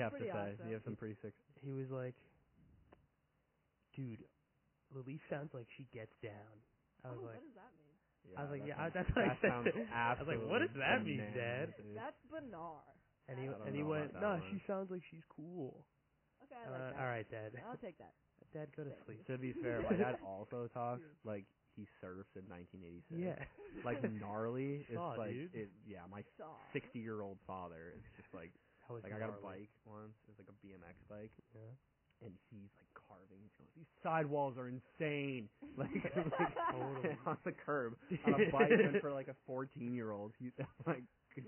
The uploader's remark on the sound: If you’re shocked by the audio quality, so are we! Nobody knows why or how this happened. Pretend ur listening to an old, mangled radio show.